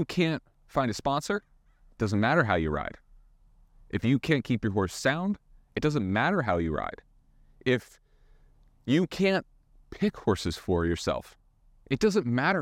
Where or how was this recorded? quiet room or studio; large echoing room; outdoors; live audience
outdoors